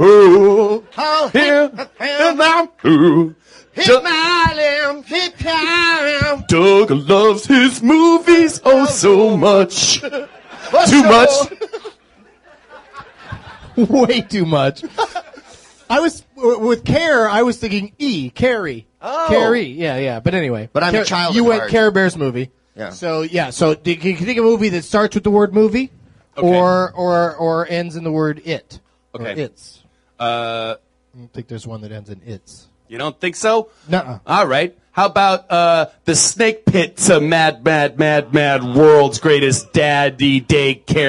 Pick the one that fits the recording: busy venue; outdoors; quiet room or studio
busy venue